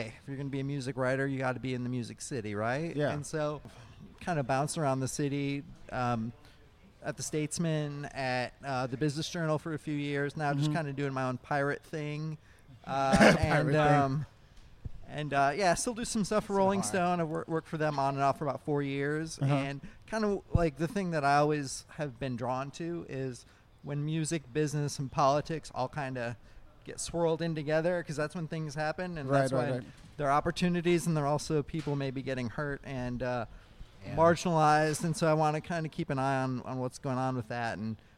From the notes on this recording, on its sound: Live from The Side Bar. Live from The Side Bar.